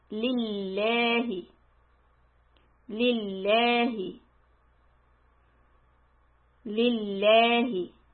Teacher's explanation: when there is a zir before the middle lam, li, I make the lam soft.